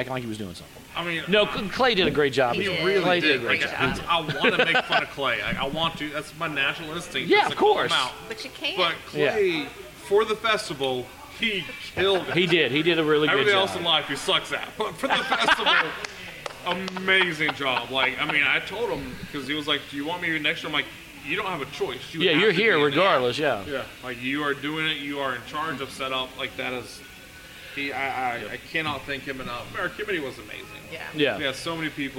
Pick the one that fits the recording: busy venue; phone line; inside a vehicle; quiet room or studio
busy venue